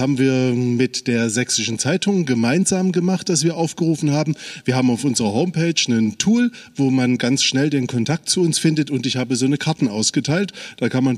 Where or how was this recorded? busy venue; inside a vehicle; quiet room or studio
busy venue